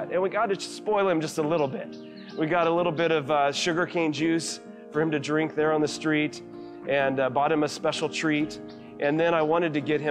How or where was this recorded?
large echoing room